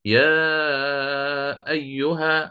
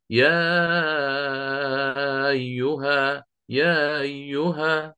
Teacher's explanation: يا أيها على التحقيق، يا أيها يا أيها، هذا على التخفيف، يعني سيكون بالتسهيل مع الإشباع أو القصر · Shown in: second take